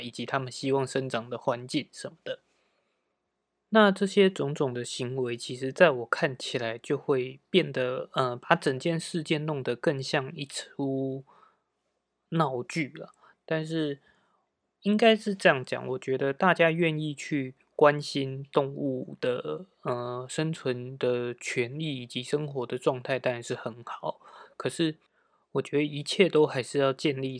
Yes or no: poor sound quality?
no